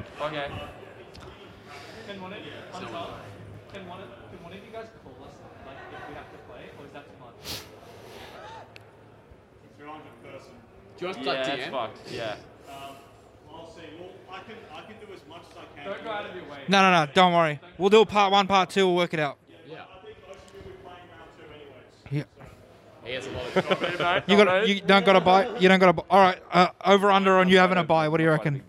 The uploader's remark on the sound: The fellas setup up a podcast at phantom. Funny goofs and gafs as people at the event walk in and out of the poddy, talking about whats happening at day 1 of Phantom 2022. The scuffed live format.